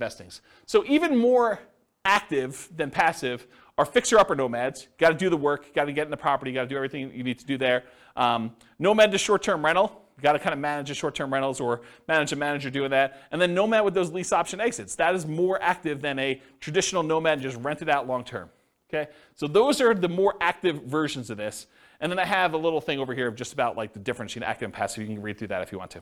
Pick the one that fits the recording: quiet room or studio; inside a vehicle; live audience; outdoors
live audience